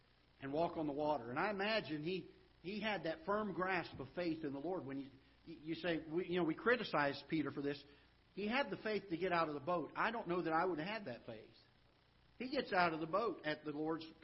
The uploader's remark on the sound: Ketha Heights Baptist Church ~ Live Broadcast